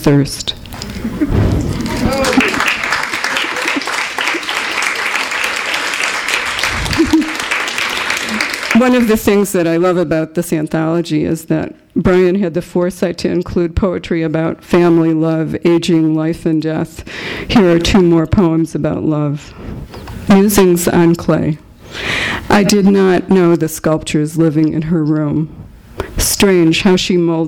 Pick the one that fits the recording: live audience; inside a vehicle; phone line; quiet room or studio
live audience